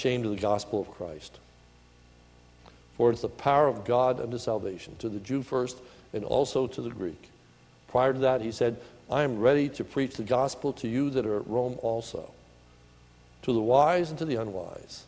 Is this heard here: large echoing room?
yes